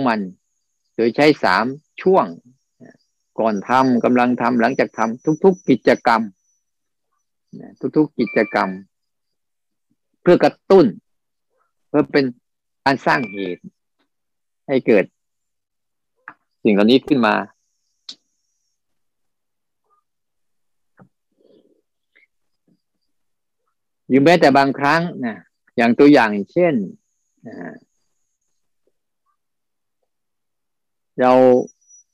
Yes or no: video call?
yes